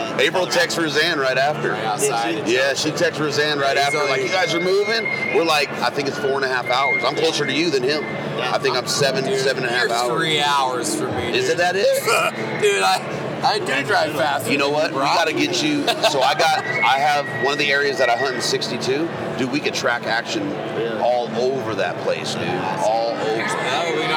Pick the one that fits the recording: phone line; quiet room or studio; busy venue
busy venue